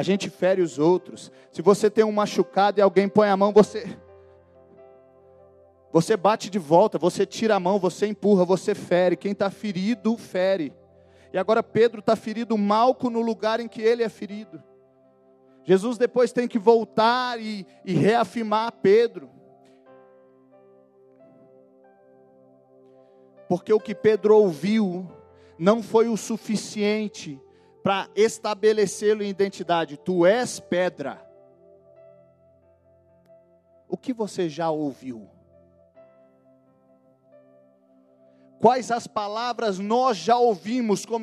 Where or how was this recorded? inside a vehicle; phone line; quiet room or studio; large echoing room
large echoing room